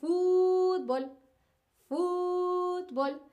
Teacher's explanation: el, acento prosódico, la entonación más fuerte está en foot